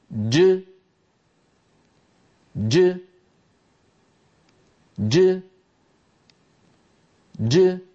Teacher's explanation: لاحظوا هذه جيم مقلقلة هكذا، ج ج ج ج. هل لاحظتم بأن بداية الجيم مخرج مقفول تماما لأن الصوت شديد؟ فلما يبتعد اللسان، وسط اللسان يبتعد، فإن الصوت يتابع طريقه إلى خارج الفم.